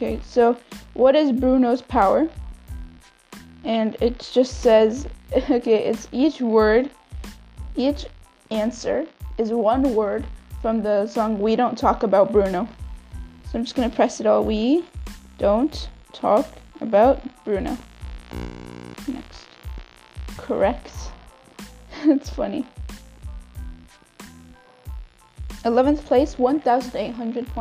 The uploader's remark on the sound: Im recording this episode on vacation at the deepest place on the entire Earth. Sorry for the buzzing if its bothering you.